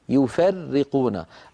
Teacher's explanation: الراء مشددة مكسورة لابد من بيانها، كلها مرققة